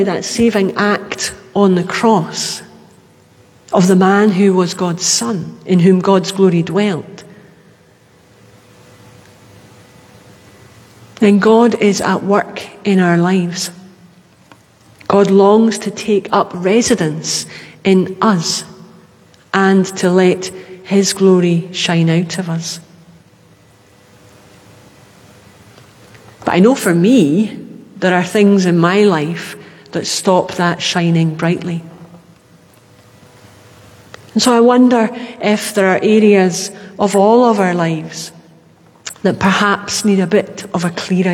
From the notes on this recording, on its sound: Live from The Old Kirk. Our live stream of todays service.